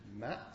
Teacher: we have the same setup as with plosives, with bilabial plosives, but the difference is that the mouth is never open, therefore there is no release, and the air just basically goes through the nose. · Term: nasals